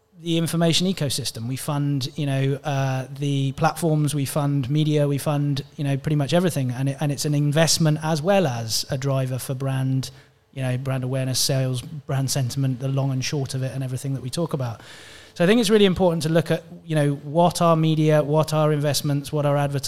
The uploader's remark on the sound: Havas Media Network took the podcast out of the studio to the DigiAds stage at London’s MAD//fest event in July 2023 to record an episode before a live audience.